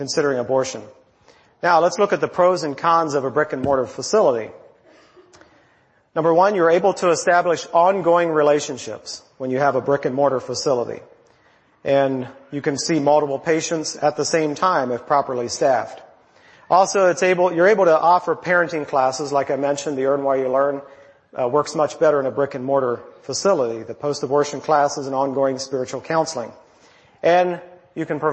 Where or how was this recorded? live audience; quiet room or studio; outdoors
live audience